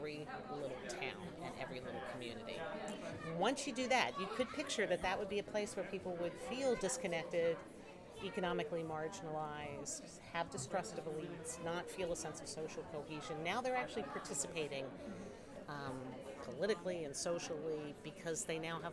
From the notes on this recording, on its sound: Live from Mozfest